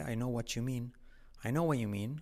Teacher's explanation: Fijaos que la T con la Y se convierte en un sonido J o CH, ¿vale? I know what you mean.